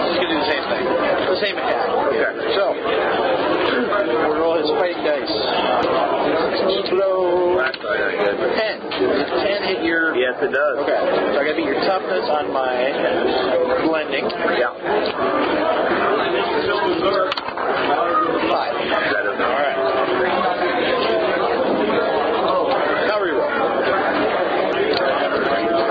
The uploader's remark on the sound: Apologies for the sound quality